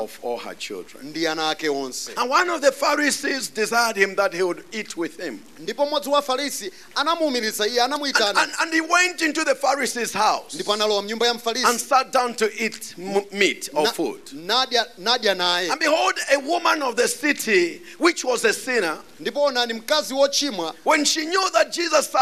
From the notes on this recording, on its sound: Preached at the Encounter Service at Word Alive Blantyre City Church on 12th March 2023